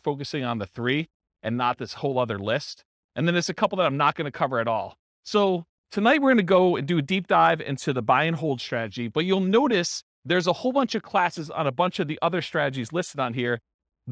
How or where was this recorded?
live audience